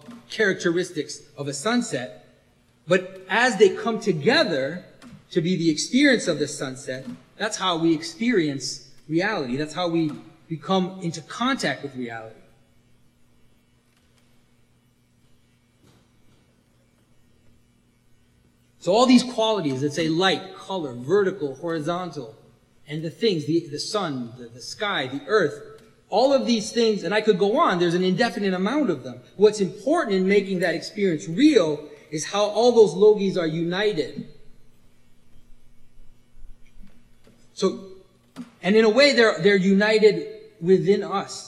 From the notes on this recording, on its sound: This was recorded at the Resurrection of Logos event in Toronto, March 2017. This was recorded at the Resurrection of Logos event in Toronto, March 2017.